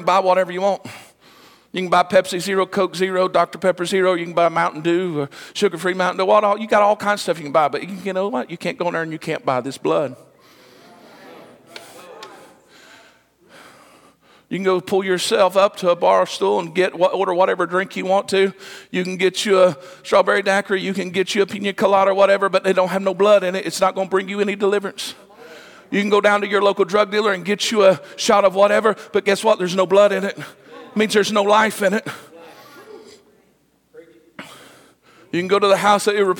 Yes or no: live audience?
yes